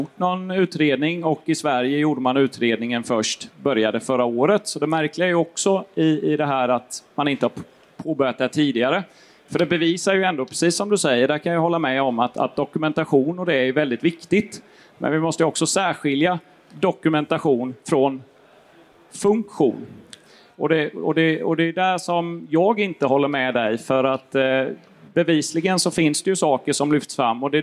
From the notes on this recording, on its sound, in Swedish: Elinstallapodden Live spelades in på Elfack i maj 2023.